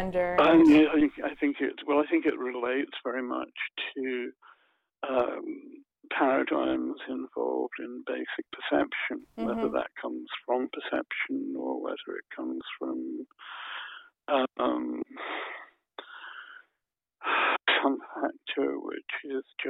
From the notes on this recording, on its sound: We did this interview over the phone and the sound isn’t optimal, I apologize in advance!